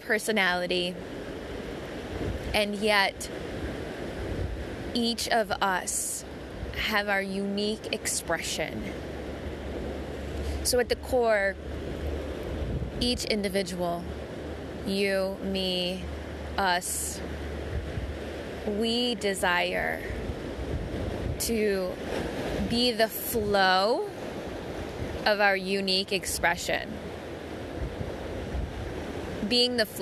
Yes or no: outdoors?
yes